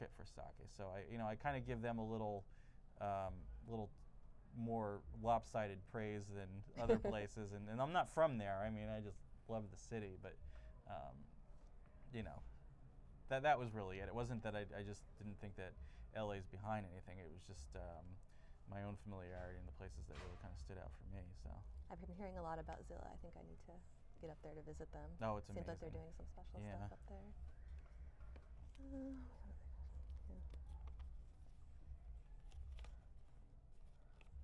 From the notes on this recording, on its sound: Live From Now Serving in L.A. At the Los Angeles culinary bookstore, Now Serving, he recorded a sake Q&A.